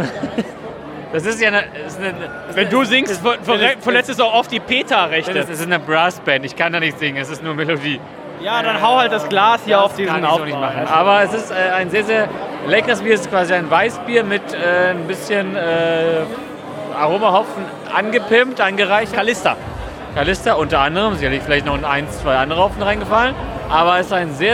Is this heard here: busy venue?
yes